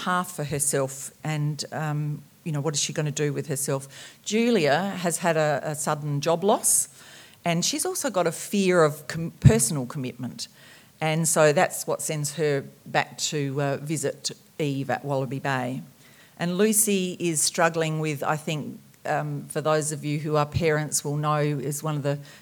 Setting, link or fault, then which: setting, live audience